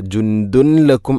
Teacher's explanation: ജുന്ദുൻ, അതുപോലെ ദാലിൽ തൻവീനാണ്, ശേഷം ലാം, ഇദ്ഗാം ബിലാഗുന്ന, തൻവീനിനെ ലാമിലേക്ക് കൂട്ടിലയിപ്പിക്കണം. അപ്പോൾ നൂനിൻ്റെ ശബ്ദം കേൾക്കൂല, ജുന്ദുൻ എന്ന ശബ്ദമില്ല.